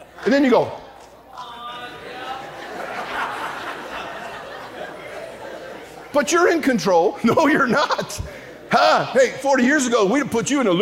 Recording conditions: live audience